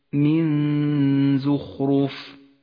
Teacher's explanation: وأما النون من كلمة من فقد لونت بالأخضر أيضا إشارة إلى حكم الإخفاء في قوله تعالى من زخرف من زخرف، لونت النون بالأخضر لأنها تغن بمقدار حركتين من غير تشديد. من زخرف، غنة الإخفاء هنا مرققة لأن حرف الزاي حرف مرقق